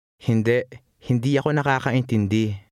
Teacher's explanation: In conversational Tagalog, the final I in the word hindi is relaxed and includes a glottal stop when it is followed by a pause, such as a comma, period, or a question mark.